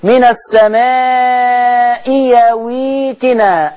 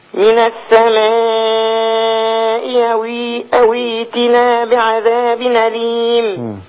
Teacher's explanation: يا حجة ما ينفعش تقولي يويتنا. لما تقولي يويتنا الياء دي جات عشان التقت الهمزة بالتانية · Term: الابدال